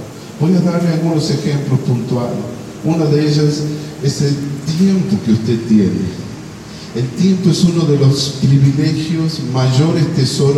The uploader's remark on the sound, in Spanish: una predica ministrada en la Iglesia Santuario de Fe, en la ciudad de San Miguel de Tucuman